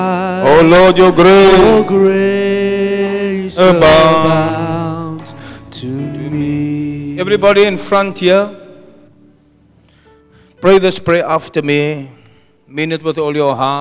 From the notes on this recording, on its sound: Preached at Zion sanctuary, Cape Town